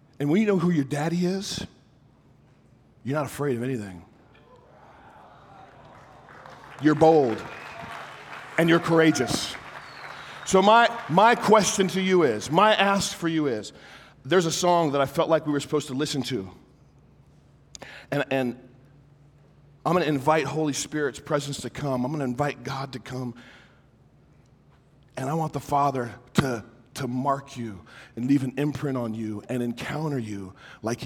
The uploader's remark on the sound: My talk at the Emerge Men Conference